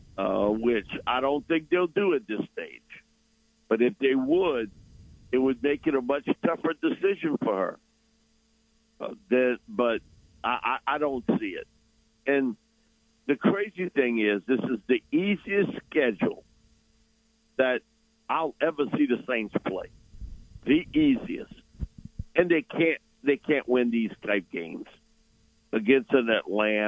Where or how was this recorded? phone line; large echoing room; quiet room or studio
phone line